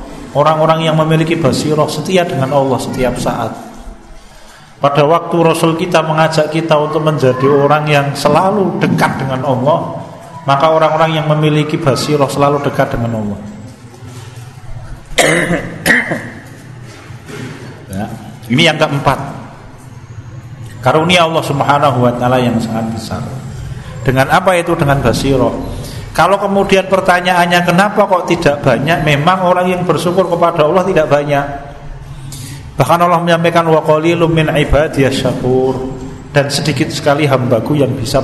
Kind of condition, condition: setting, large echoing room